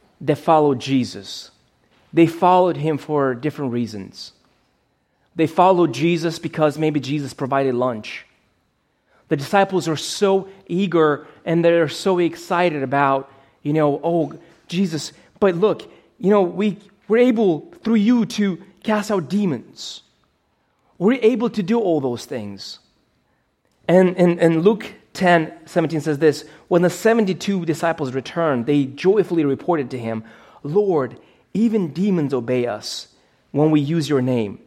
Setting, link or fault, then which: setting, large echoing room